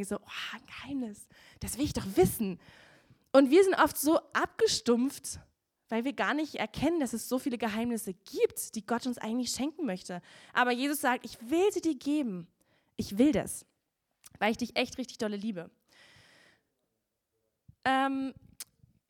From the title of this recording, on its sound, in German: Gottesdienst Predigt